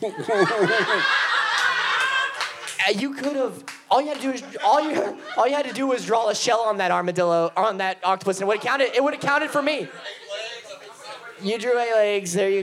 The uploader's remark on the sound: Live from Pour Brothers Brewery. Takes to the stage at Pour Brothers Brewery for our first ever live show.